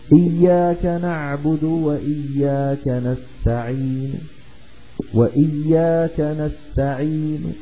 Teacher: ضمة ولكن نخفض الصوت عندها · Term: الروم